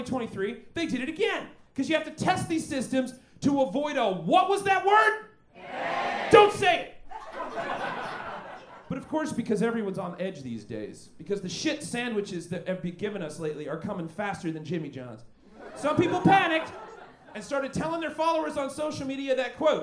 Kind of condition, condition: setting, busy venue